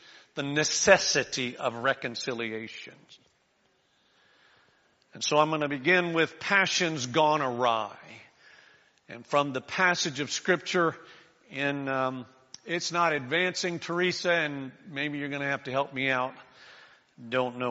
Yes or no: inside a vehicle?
no